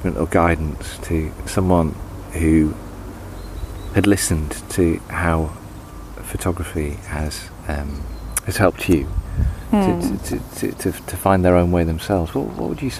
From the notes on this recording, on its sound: Recorded in her garden in Devon.